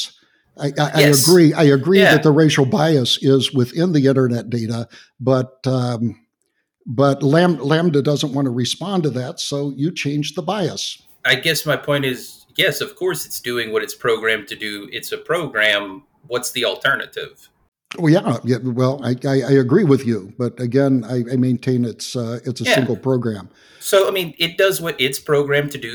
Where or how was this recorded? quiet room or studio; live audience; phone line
quiet room or studio